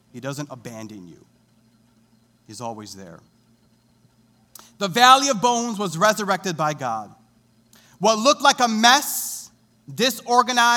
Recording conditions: large echoing room